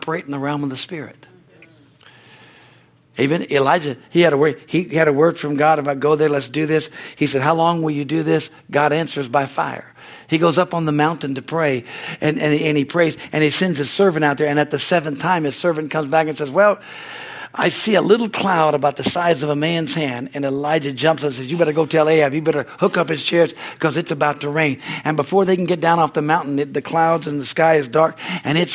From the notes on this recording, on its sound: from the Wedensday service on August 16, 2023 at Harvest Bible Church in Stockton, CA